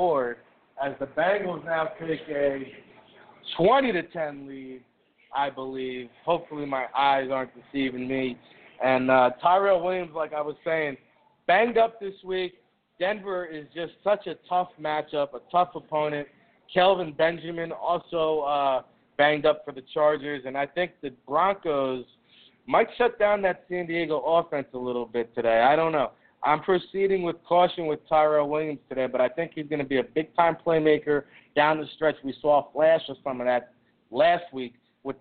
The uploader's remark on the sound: LIVE From Miami Mike's -East Hanover, NJ. Takes your questions via the chat room, social media or phone call. LIVE from Miami Mike's Sports Zone in East Hanover, the No.1 Sports Bar in the world according to NFL Draft Bible!